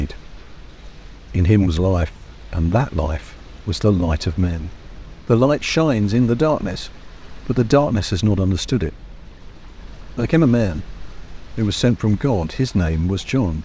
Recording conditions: outdoors